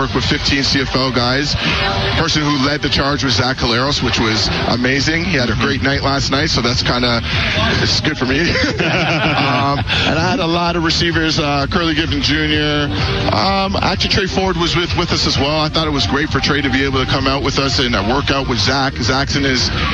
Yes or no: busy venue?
yes